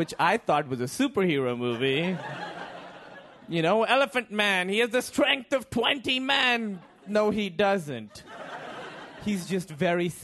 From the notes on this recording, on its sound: Live comedy from our shows in Philadelphia and New York City.